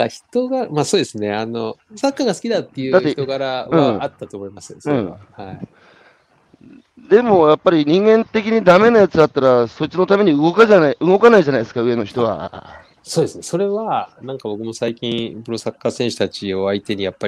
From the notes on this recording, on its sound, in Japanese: 歩きながら1時間、対談する